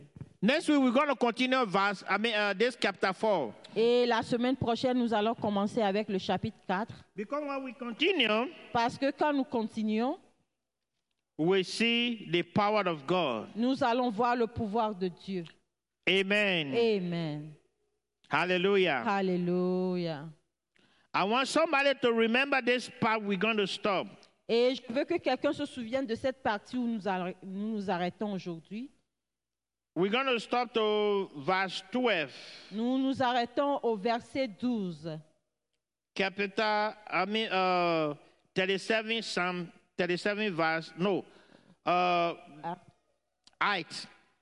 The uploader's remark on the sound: Praise and Worship Service